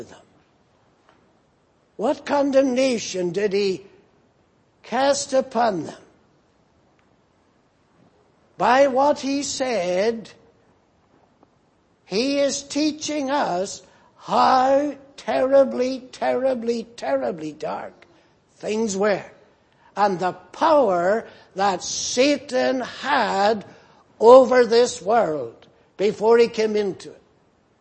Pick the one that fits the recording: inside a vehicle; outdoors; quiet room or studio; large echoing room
large echoing room